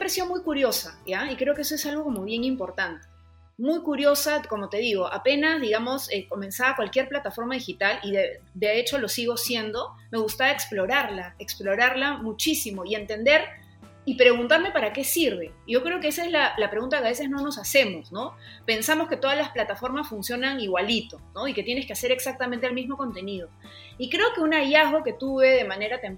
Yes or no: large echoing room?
no